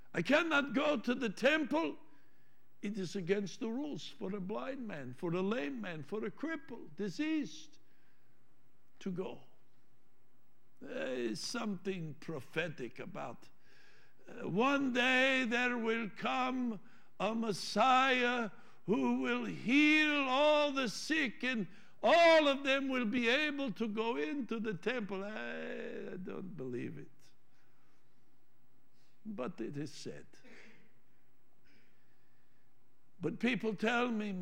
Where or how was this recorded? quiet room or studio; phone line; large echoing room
large echoing room